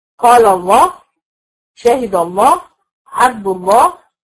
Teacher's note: لام لفظ الجلال وتفخم في ثلاث احوال، اذا كان قبلها مفتوح او اذا كان قبلها مضموم او بدات بيها · Term: تفخيم اللام